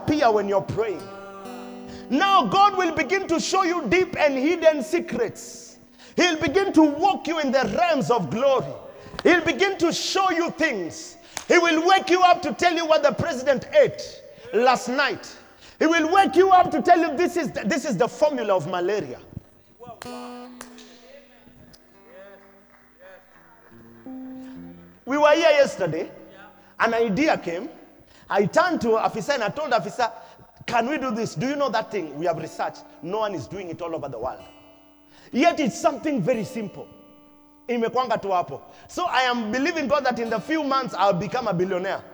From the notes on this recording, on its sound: Preached at Deliverance church Eastleigh